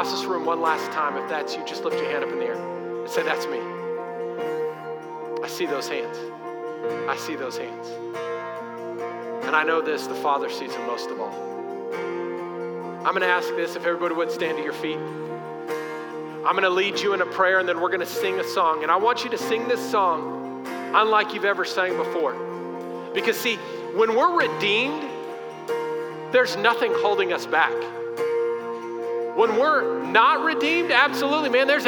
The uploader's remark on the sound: Recorded live during our Sunday morning service